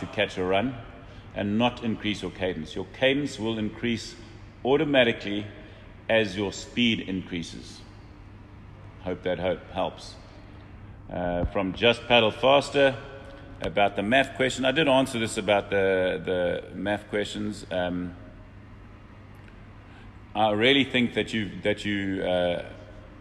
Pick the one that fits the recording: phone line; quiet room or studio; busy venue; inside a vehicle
busy venue